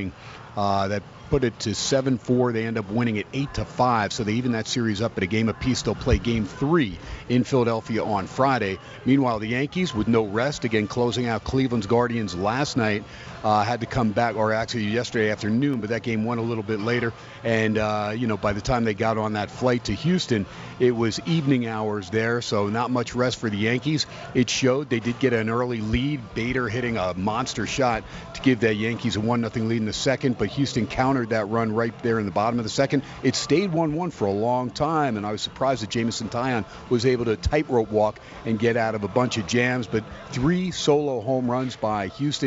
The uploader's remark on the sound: "Live" from Steiner's Pub in Las Vegas